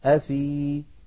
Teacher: أما لو وقفنا فلم يلتقي ساكنا فيعود المحذوف، فنقول أفي بإثبات الياء، هذا إن كان الساكن الأول حرف مد.